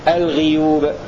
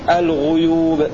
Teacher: بكسر الغين في لفظ الغيوب حيثما جاء في القرآن · Shown in: first take